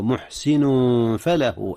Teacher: أخفي التنوين محسن فله قبل الفاء إذ هي من حروف الإخفاء